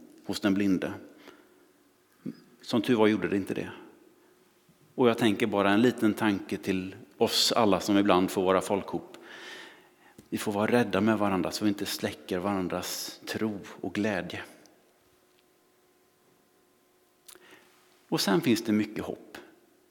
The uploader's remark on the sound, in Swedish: Inspelning från Immanuelskyrkan Skövde.